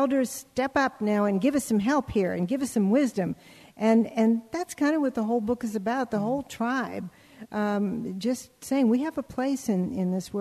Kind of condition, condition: setting, live audience